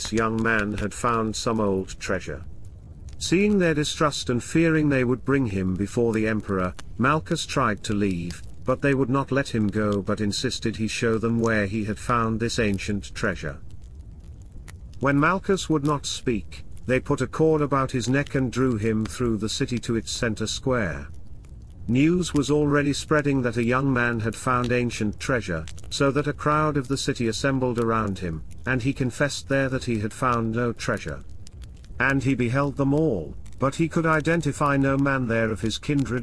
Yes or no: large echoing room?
no